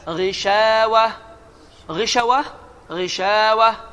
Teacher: Şinin üzerinde yine balaca bir xətti. O da əlifdir. Uzaldır iki hərəkə.